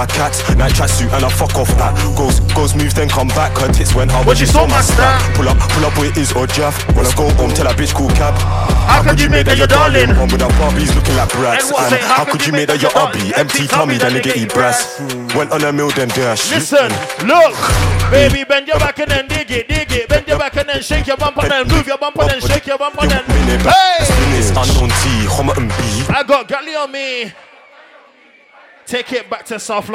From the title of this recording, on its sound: LIVE HIPHOP SET AT 21DEGREES EVENT